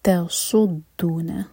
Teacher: سود ہیوی اور دال لائٹ، اور دال پر شدہ ہے تو دال کو اسٹرانگ پڑھیں گے